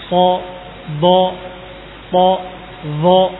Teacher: Adapun sad, dad, ta, dha tadi karena saking tingginya menaiknya, maka dikatakan dengan itbaq atau ilsaq, menempel, hampir menempel ke langit-langit